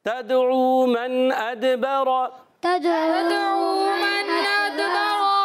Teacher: دال حرف قلقلہ میں سے ساکن ہے، قلقلہ ہوگا آواز لوٹ کر آئے گی